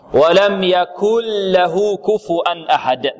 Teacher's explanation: ندغم النون في اللام وننطق بلام خالصة